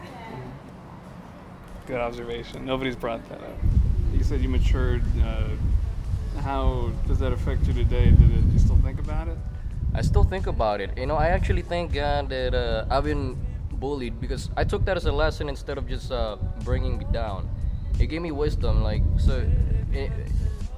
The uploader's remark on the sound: First off, apologies for the wind in some sections. We went on campus to get your stories about getting bullied.